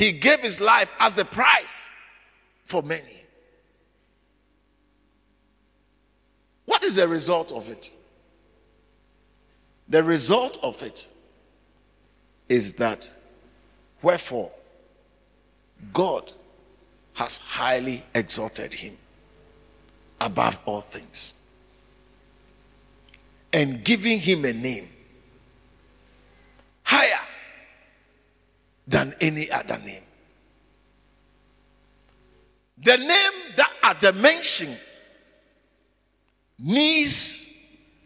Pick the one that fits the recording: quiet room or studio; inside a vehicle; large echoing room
large echoing room